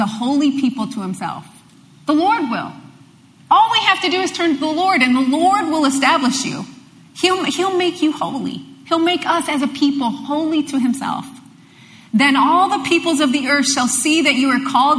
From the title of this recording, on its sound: LIVE Midweek Service